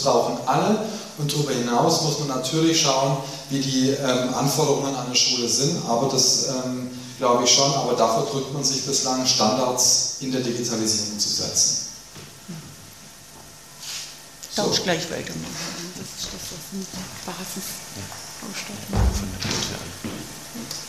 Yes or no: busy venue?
yes